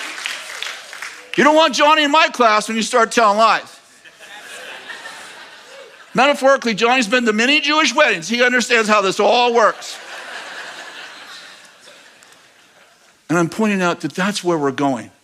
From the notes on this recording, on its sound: In this message from April 2nd, 2023 at Bethel Church in Redding CA